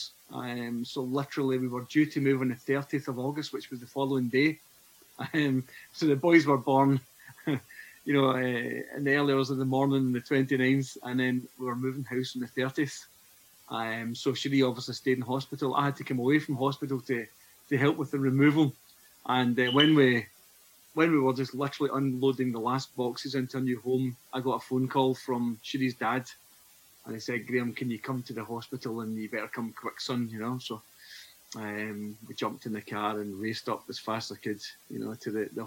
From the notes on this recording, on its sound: Please forgive the audio quality as it was recorded during lockdown over Zoom.